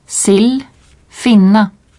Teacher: Le i bref est plus ouvert, à peu près comme dans il.